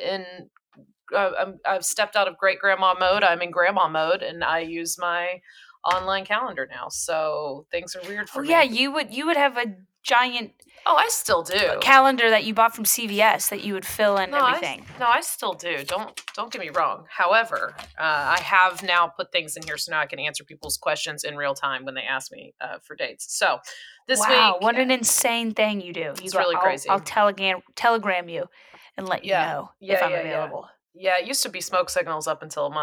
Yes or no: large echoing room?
no